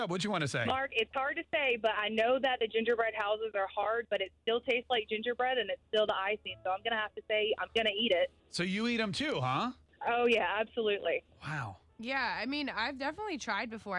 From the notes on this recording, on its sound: A listener called into the show